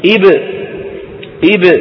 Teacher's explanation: فإن أراد النطق بحرف مفرد ساكن نطق قبله بهمزة مكسورة.